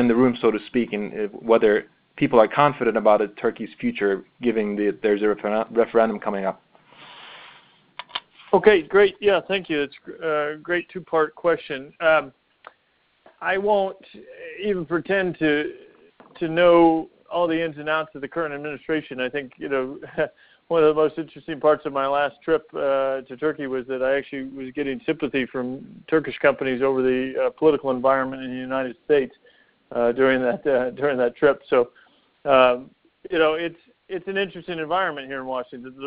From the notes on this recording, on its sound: During this teleconference